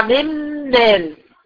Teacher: منال النون دخلت في الميم، انا مش سامعه صوت النون، النون الساكنه دخلت في الميم خالص. لما بقول منال مفيش نون، في ميم. · Term: ادغام كامل